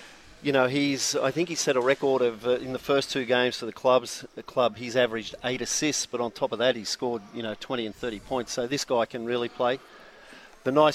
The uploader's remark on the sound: Live from Terrigal Basketball stadium. Plenty of action going on out there.